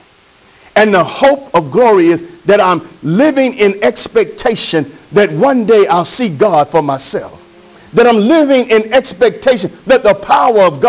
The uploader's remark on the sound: Sermon preached from Wesley AME Zion Church